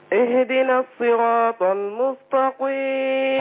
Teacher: طب اقولش اهدنا لان الهاء عندي ساكنه حرف رخ وبيجري فيه الصوت. ايه لازم الصوت يمشي كده.